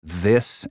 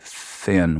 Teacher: It's the two different TH sounds, like in this and thin. One is voiced, one is unvoiced, right?